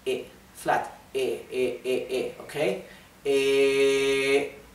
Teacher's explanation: It's flat. There is no variation in the tone, right? It's one tone, one sound.